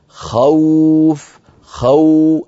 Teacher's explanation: يعني أنا لما أقول مثلا خوف خو، أولا أنطق خاء مفتوحة ثم أنتقل إلى واو · بدأ نطق الواو بعد فتحة الخاء من خوف، فلما انتهى حرف الخاء بدأ المد، بدأ نطق الواو وبدأ المد. · Term: مد اللين، حرف اللين